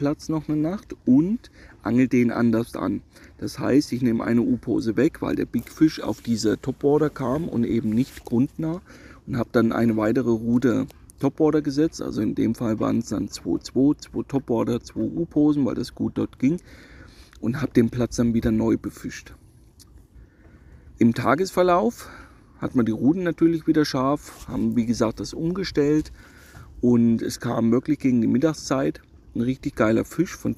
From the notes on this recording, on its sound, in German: nehme ich euch wieder live mit nach Cremona an den Oberlauf des Grande Fiume Po